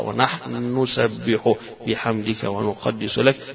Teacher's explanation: نحن نسبح نون وبعدها نون في إدغام كبير يسمونه عند أبي عمرو ويعقوب